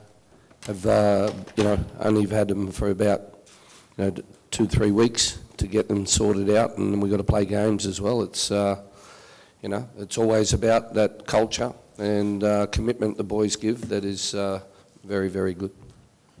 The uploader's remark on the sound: Post-Match Press Conference. At the post match press conference.